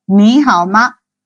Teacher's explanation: en el caso de ma es donde tenemos un tono neutro